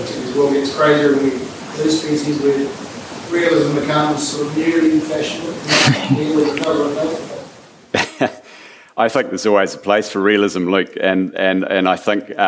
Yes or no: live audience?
yes